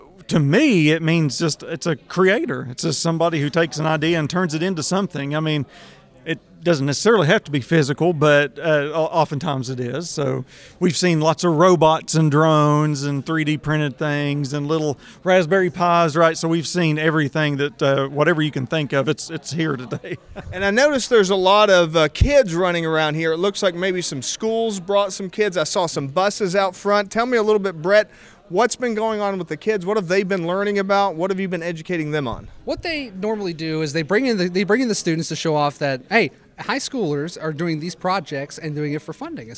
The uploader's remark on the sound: Recording this podcast episode at the 2023 West Virginia Makes Festival in Huntington, I find myself immersed in the bustling atmosphere of creativity and innovation. It’s heartening to see school buses outside, bringing students to witness the projects on display.